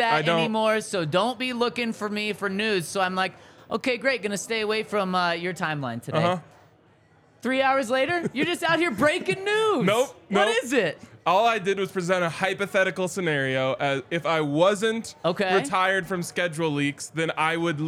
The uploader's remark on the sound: LIVE from the DNVR Bar.